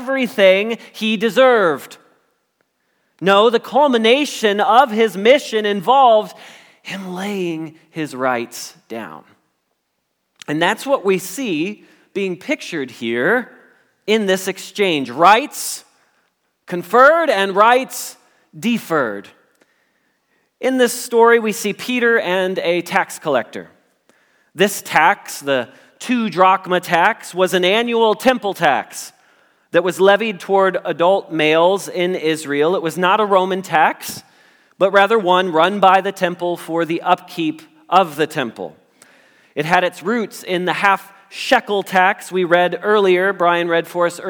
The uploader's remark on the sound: Message Preached at Valley Creek Church